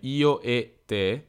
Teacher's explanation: se invece prendiamo la e congiunzione come io e te, teoricamente in italiano standard quella sarà una e chiusa